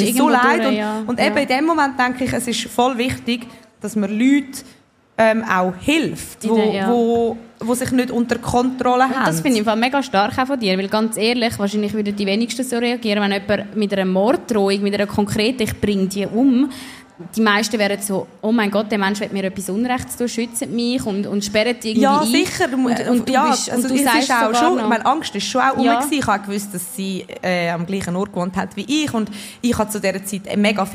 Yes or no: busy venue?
yes